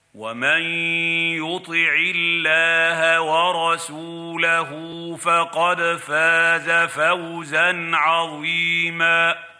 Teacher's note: قد رقق عند نطقه الحرف الموجود في لفظ الجلالة، حرف اللام الله، فقرأها ومن يطع الله بترقيق هذا الحرف لمجيئه بعد العين المكسورة الموجودة في كلمة يطع.